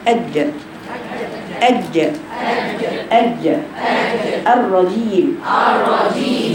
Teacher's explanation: طيب عشان كده بقول لكم، شايفه لازم اعرض لكم زي ما انتم شايفين يا بناتي مخرج الجيم، شايفه المقر، شايفين مخرج الجيم، شايفين نقطه التقاء بين اللسان وبين سقف الحنك ازاي عشان اقفل الصوت